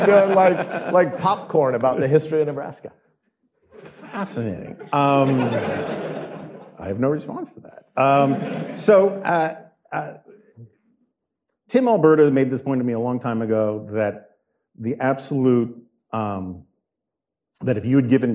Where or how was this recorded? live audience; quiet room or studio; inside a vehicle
live audience